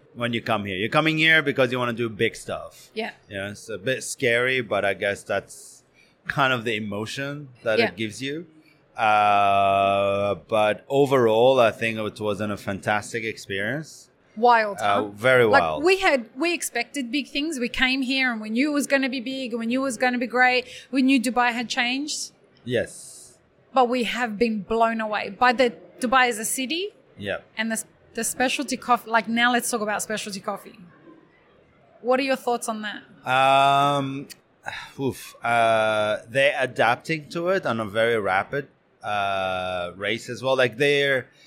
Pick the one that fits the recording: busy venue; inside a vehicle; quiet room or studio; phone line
busy venue